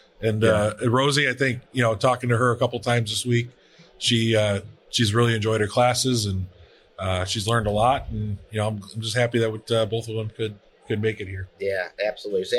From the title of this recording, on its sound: Live at FDIC